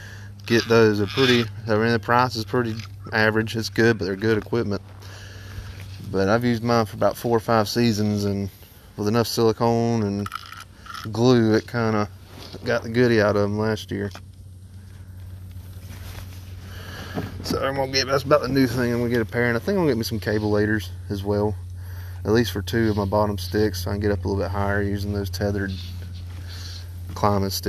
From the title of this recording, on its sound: Recording from the Kayak!